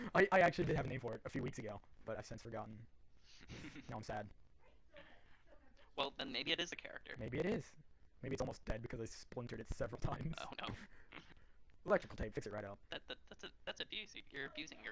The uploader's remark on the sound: Apologies for any audio discrepancies